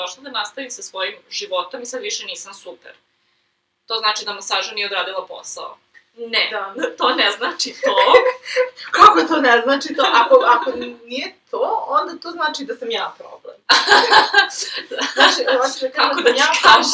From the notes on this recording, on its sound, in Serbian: U #PodcastingFail ide to kako smo u ovoj epizodi snimile zvuk. S obzirom na to da se aktivno borimo protiv perfekcionizma, odlučile smo da ipak okačimo epizodu, a vi pojačajte zvuk.